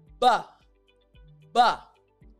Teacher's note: when I say ba, yes, my lips are together, then in, and then out, but the sound is also coming from my throat